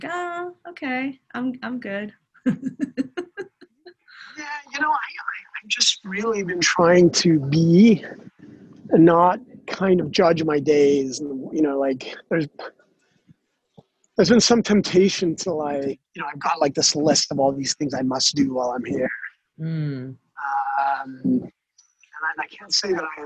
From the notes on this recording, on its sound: Walking tour of Copenhagen. Follow along this guided audio walking tour of the city. The audio quality is not the best.